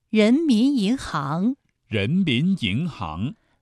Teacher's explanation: 发二声的时候，起音要比一声稍微低一些，然后再升到高，声带从不松不紧开始，逐步绷紧，直到最紧，声音从不低不高到最高。人民银行，人民银行